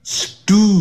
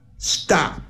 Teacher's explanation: 在 S 后头的那有 T 的这个发音的时候，那个 T 要念成 D 的这个音